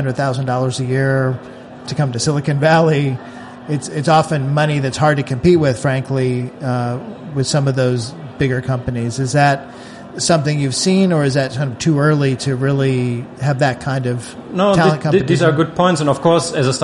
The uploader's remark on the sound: This is the latest in a series of conversations from the Slush conference in Helsinki.